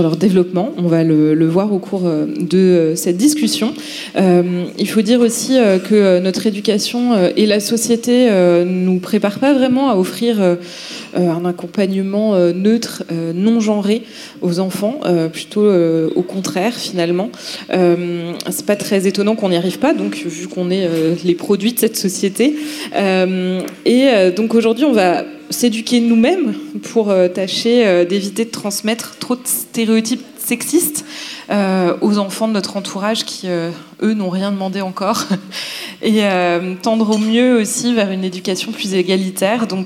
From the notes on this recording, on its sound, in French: Au festival Babes Day. Lors de l’un des talks du Babes Day, le festival féministe organisé par notre association Babes Voices.